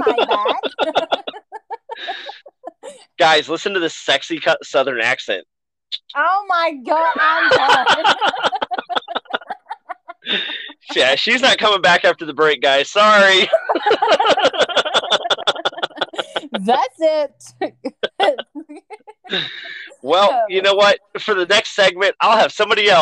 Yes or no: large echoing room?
no